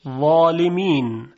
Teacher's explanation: الفی که داره تفخیم میشه بعد از حرف ظا هستش